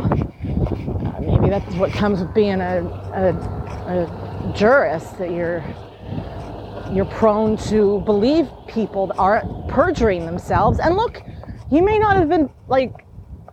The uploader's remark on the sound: Apologies for the sound...I was outside walking. This is a rare time where the audio sounds better UNmagicmastered.